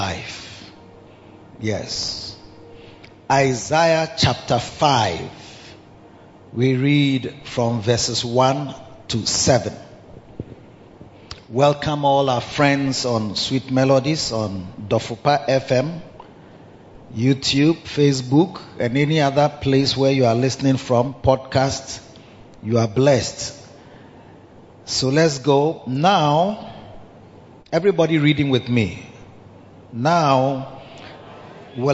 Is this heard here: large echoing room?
yes